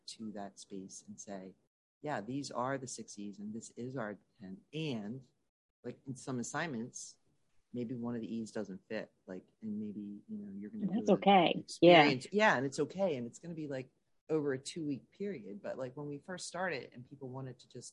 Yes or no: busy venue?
no